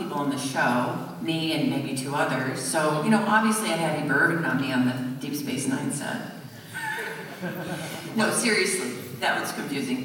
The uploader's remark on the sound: Live at Pensacon 2017